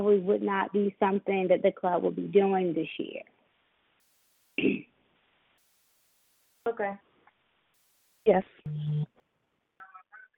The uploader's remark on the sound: The Club will NOT meet in person. The meeting will convene via conference call.